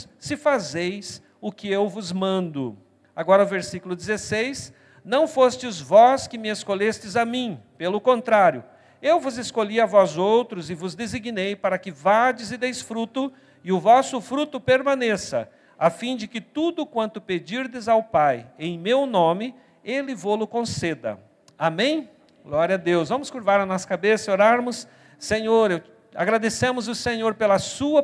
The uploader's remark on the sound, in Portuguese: na Igreja ABA Curitiba (Transmitido ao vivo)